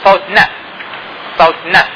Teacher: الحنك الأقصى ينخفض فيخرج الزفير من الأنف تسمى أصوات أنفية · Term: صوت أنفي